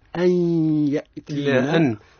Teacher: الشرط في آخر الكلمة الأولى والسبب في أول الكلمة التي تليها ومقدار مده عند قارون في وجه الأول هو القصر أي بمقدار ألف · Term: مد جائز منفصل